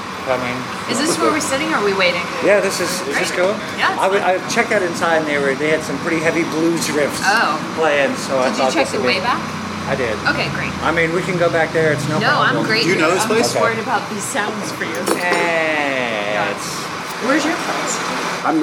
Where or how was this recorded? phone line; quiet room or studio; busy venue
busy venue